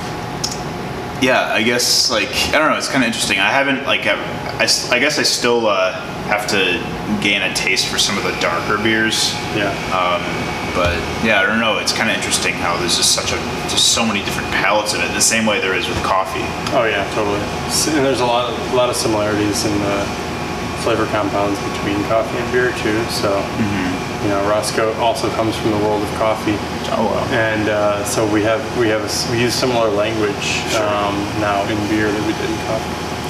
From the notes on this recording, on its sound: I apologize for the background noise!!!